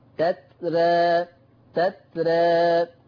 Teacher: يلزم من تقليل الألف المادية ترقيق الراء فتقرأ تترى، طبعا حفص بيفخم تترى لكن ورش هيقلل الألف تترى تترى هكذا.